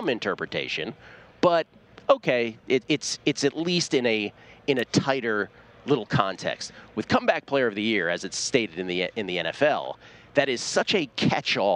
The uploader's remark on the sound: broadcasting live from media row